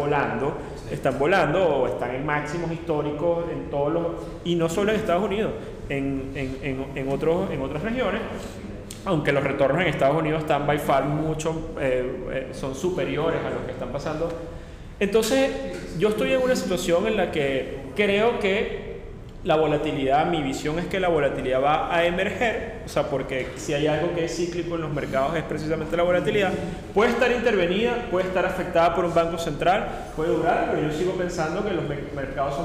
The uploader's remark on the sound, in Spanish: Nuestro episodio en vivo desde la ciudad de Caracas, donde hemos tenido la oportunidad de compartir una mañana estupenda con asistentes, desde los espacios de Synergy Vision.